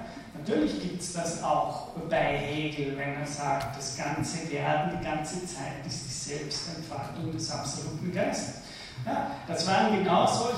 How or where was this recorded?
large echoing room